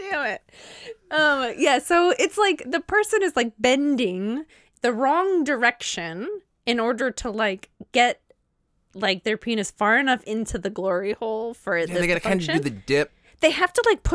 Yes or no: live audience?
no